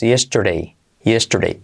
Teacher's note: después de la R, esa D es como una R suave